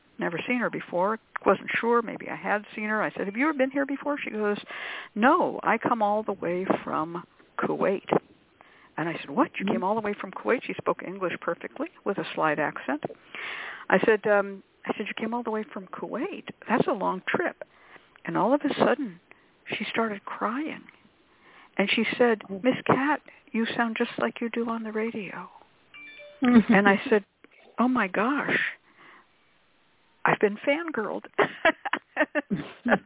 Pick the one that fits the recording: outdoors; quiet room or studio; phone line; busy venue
phone line